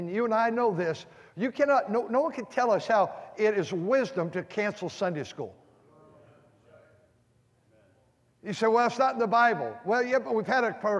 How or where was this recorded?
large echoing room